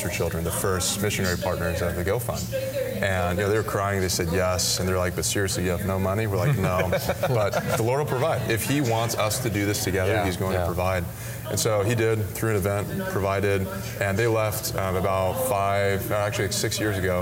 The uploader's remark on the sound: We’re live at the Radius Missiology Conference in Minneapolis!